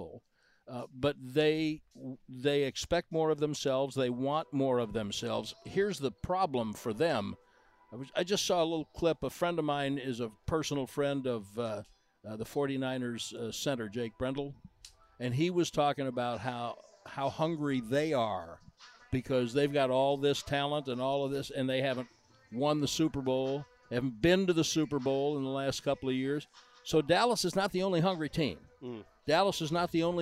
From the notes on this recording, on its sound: live from Oxnard, California for Cowboys Training Camp